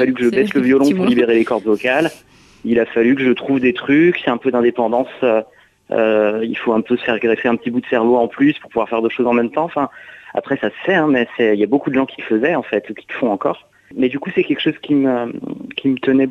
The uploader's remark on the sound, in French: Invité par téléphone.